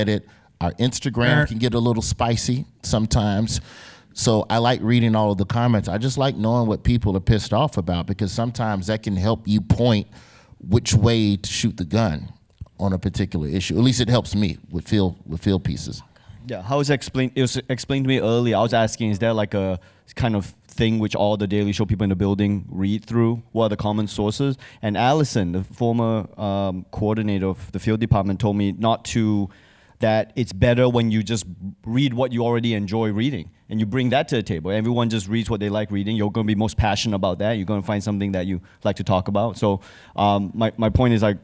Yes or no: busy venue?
yes